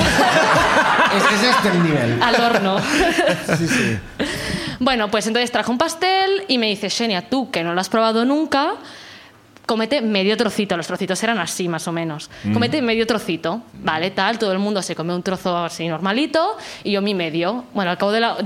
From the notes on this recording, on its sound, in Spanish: El público también comparte con nosotros su miseria